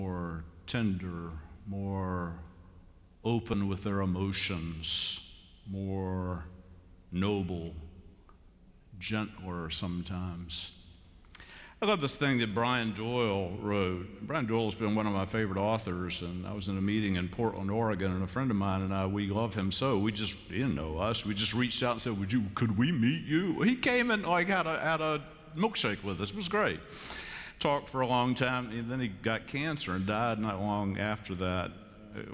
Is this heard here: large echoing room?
yes